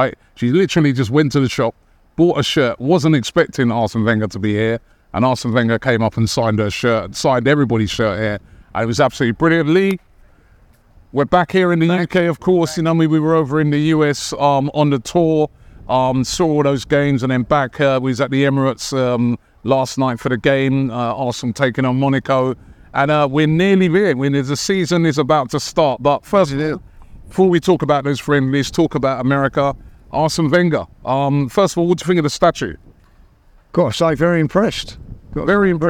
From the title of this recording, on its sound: Special Live From Arsene Wenger Statue Unveiling!